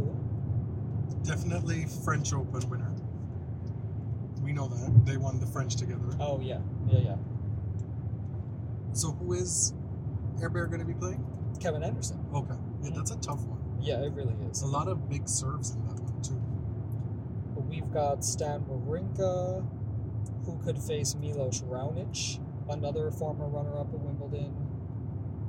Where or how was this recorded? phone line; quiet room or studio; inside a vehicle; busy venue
inside a vehicle